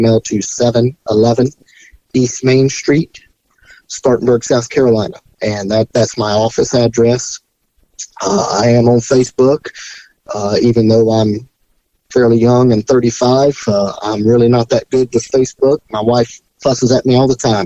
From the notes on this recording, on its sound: Phone interview